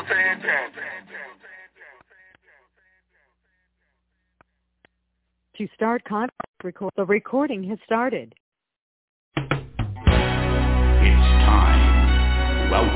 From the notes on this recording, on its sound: TNTSuperfantastic Conference Call.